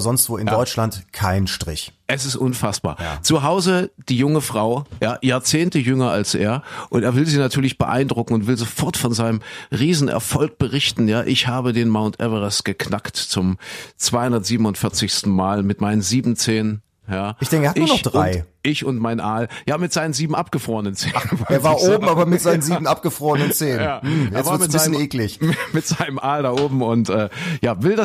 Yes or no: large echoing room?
no